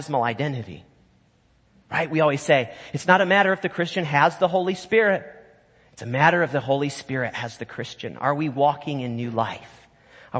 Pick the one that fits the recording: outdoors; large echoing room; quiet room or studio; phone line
large echoing room